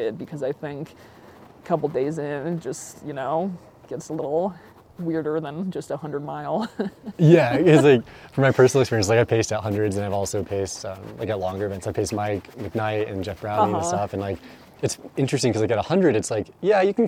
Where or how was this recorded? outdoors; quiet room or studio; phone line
outdoors